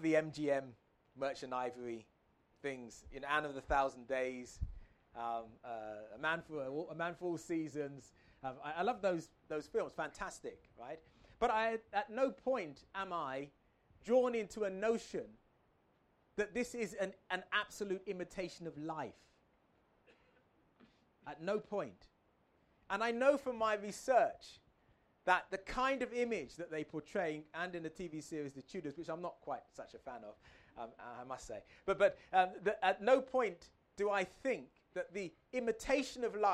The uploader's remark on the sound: enthrals a packed marquee at the 2022 North Cornwall Book Festival